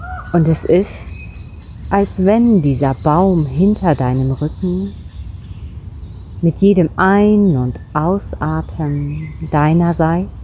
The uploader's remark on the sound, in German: Ich habe diese Meditation direkt in der Natur an einem besonderen Kraftort im Wald aufgenommen. Aus diesem Grund ist der Ton nicht ganz optimal und du wirst im Hintergrund Vogelgezwitscher hören.